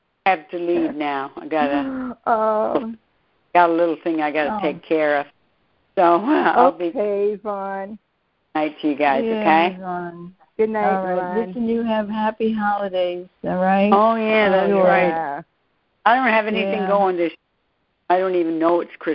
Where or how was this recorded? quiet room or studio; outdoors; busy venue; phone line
phone line